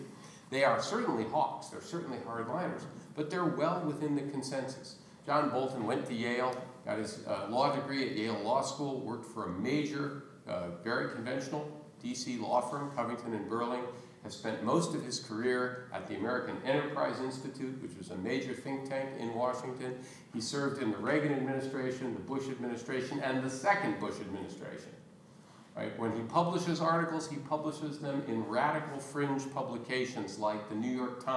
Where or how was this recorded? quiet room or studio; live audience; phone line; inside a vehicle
live audience